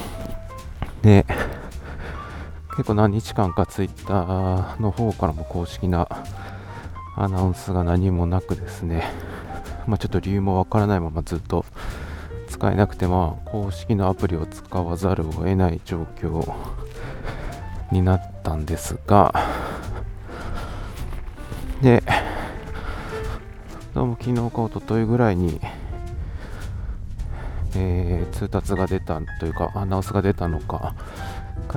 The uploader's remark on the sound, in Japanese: 散歩しながらの収録のため、少々荒めの呼吸音はご容赦ください